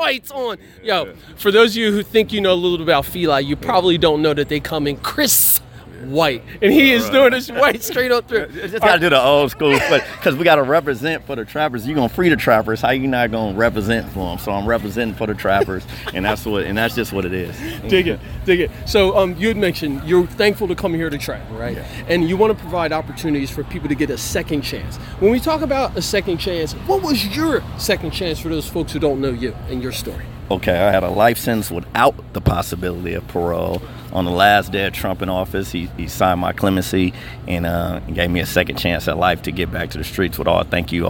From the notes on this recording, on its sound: during the Trenton Cannabis Career Conference at HUB 13 Downtown Trenton NJ